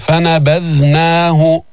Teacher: ذال من طرف اللسان مع أطراف الثنايا العليا بدون تشديد